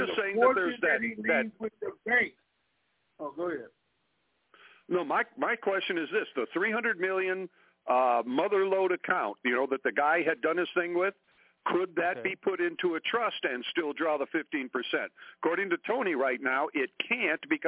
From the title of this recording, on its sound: TNTSuperfantastic Conference Call - April 11, 2022